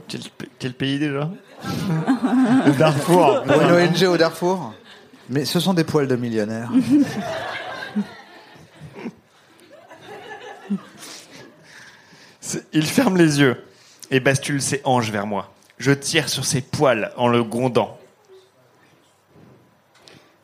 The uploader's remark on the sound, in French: en public au Charlie et sa bière à deux balles